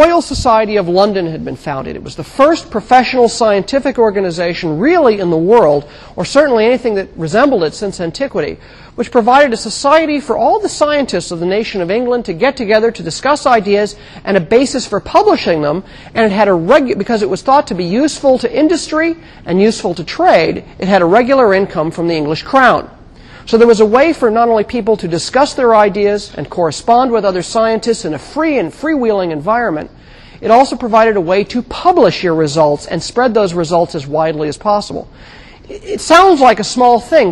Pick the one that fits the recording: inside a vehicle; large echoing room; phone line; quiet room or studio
large echoing room